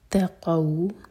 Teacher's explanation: قاف پر فتح ہے ساتھ میں واو تو یہ ہے مدلین